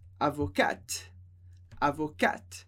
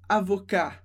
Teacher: O masculino, sem o E, a gente não pronuncia o T, então a gente fala avocar, avocar, e feminino, com o E a gente pronuncia o T que vem antes, mas não pronuncia o E · Shown in: first take · Portanto, avocate, avocate.